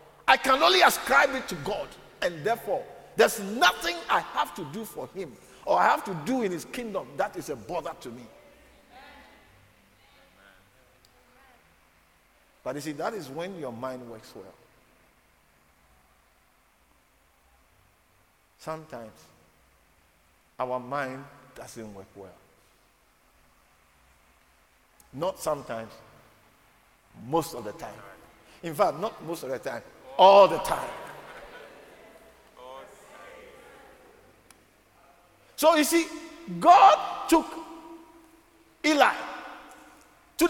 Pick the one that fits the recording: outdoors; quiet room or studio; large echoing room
large echoing room